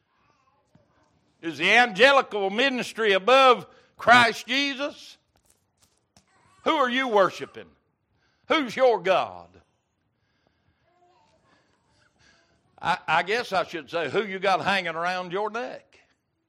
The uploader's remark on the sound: Wednesday Evening Service